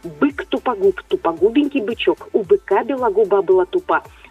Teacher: отрабатываем звуки «б-п», они произносятся у нас губами активными